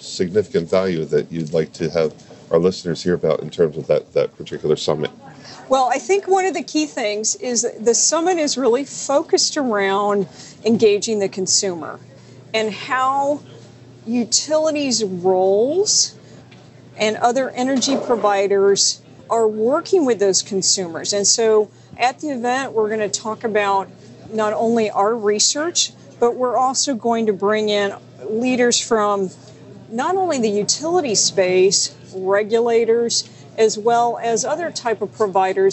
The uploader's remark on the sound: live from DistribuTECH 2020 in San Antonio